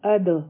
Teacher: نو دا به شي وقل ربي، همزه او دال به یو ځای شي، با په دال به قلقله کوو ځکه چې په دې سکون دی